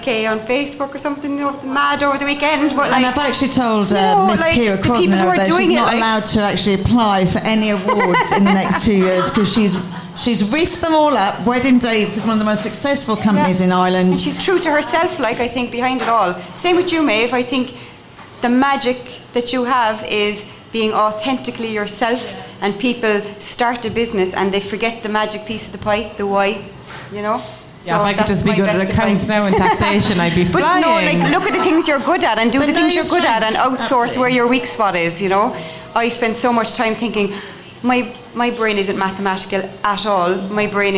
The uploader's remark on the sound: Our first live podcast held at Brown Thomas Cork.